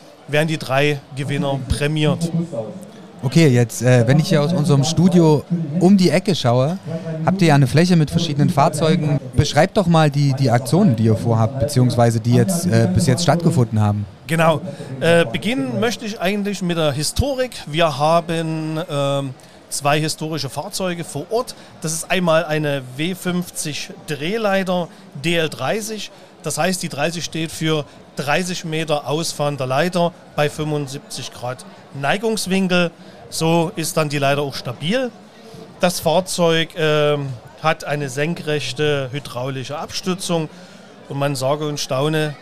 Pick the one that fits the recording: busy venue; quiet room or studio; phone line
busy venue